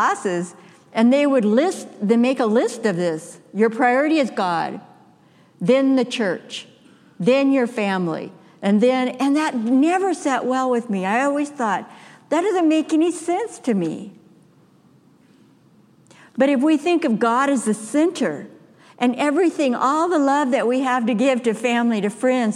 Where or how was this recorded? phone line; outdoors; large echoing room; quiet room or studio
large echoing room